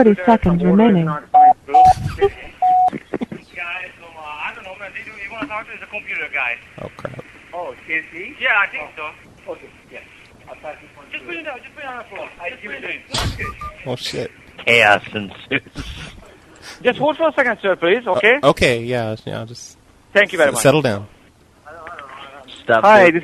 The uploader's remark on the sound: Prank Phone Calls